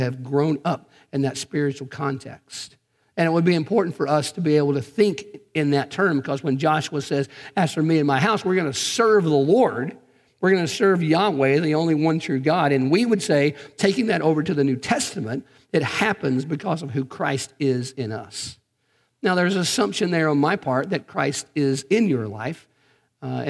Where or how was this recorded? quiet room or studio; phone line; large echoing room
large echoing room